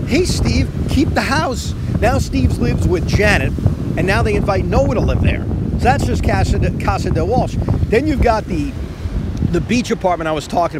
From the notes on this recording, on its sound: Recorded from a beach in North Carolina